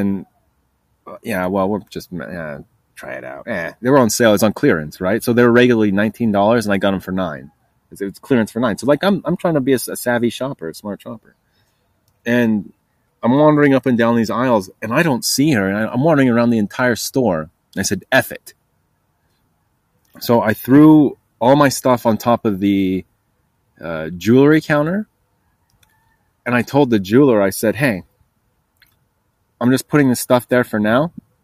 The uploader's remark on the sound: Recording Live Outside ANTS.